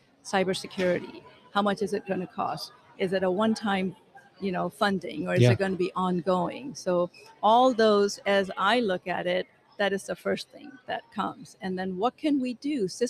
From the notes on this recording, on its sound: This episode was recorded LIVE at Ellucian's #eLIVE23 conference in New Orleans!